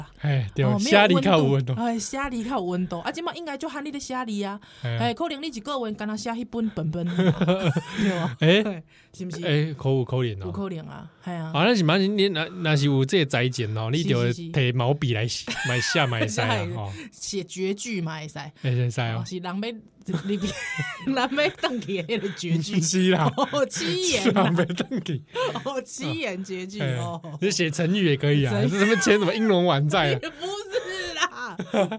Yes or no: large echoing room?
no